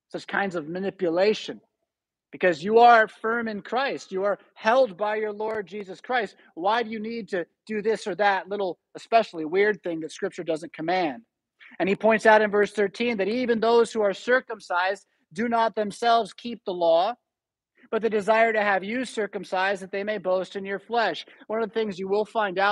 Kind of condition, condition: setting, large echoing room